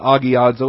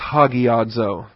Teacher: There is no H in the Greek. All you have is that rough breather on top of the A that tells you that you stick an H in front of the A. · Shown in: second take · It's a rough breather rather than a smooth breather.